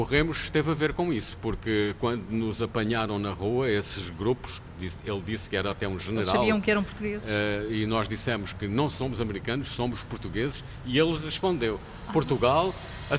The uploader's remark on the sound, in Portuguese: em direto do Festival Literário da Madeira